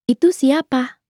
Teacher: Note again the rising intonation.